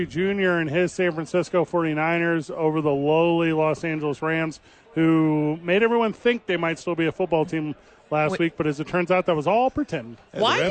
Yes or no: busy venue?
yes